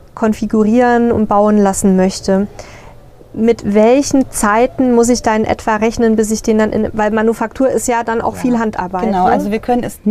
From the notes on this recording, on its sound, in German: In unserer heutigen "Live"-Folge vom Caravan Salon 2023